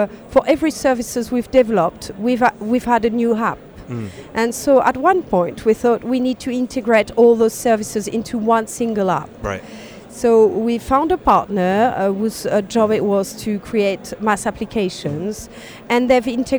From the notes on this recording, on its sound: Auto Futures Live at Autonomy Paris.